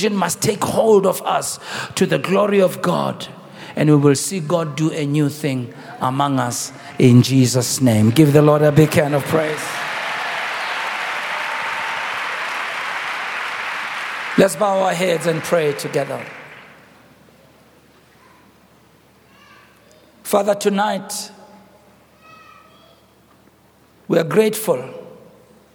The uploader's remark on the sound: preached on the 03rd of October, 2023 at our Annual Homecoming Conference, Word Explosion 2023